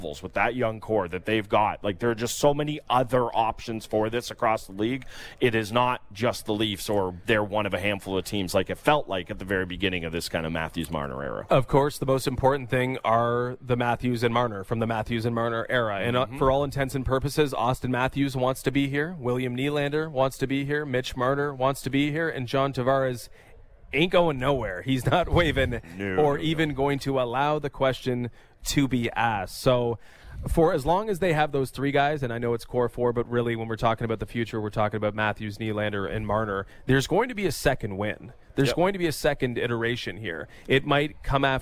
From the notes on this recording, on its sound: On the third hour of The Fan Morning Show live from the Glen Abbey Golf Club in Oakville